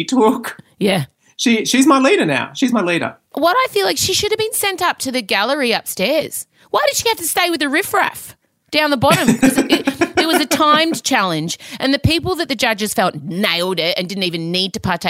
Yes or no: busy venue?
no